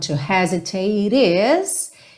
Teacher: O T final do hesitate tá ligado no is com som de rarara, porque o E final não é pronunciado, right?